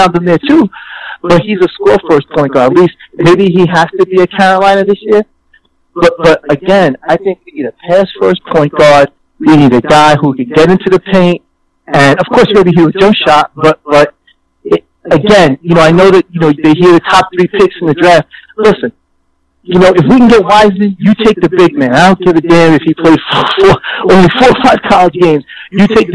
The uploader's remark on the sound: He also takes live phone calls from fans around the world.